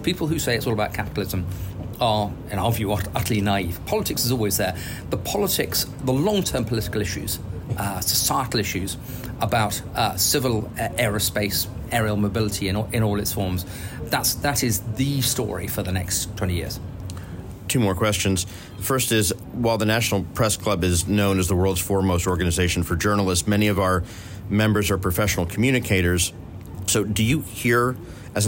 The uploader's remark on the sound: The interview, recorded on location at the biennial Paris Air Show, also captures trend-related civil and military news from the week-long event, the aviation’s largest industry-focused gathering.